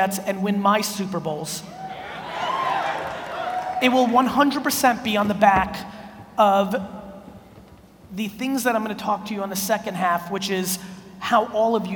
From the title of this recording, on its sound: A Keynote: NAC Philadelphia 2018